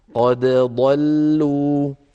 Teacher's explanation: كان يقرأ برواية حفص عن عاصم أو برواية قالون عن نافع فلا يدغم الدال في الضاد بل يظهر الدال